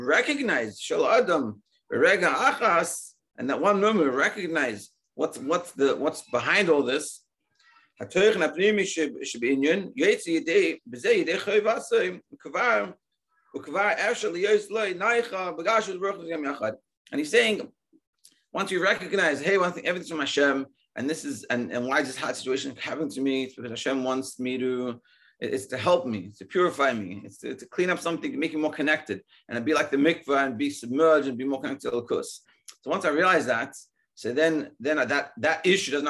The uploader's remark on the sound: Daily Zoom Shiur